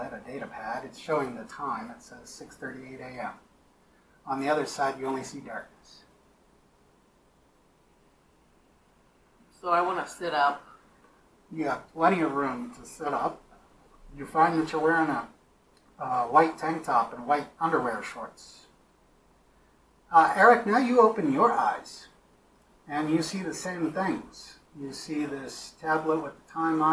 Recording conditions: poor sound quality